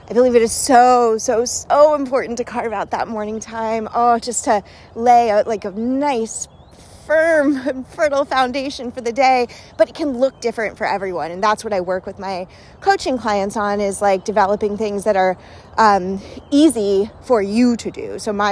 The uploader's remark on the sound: Walk with me! Let’s walk and talk.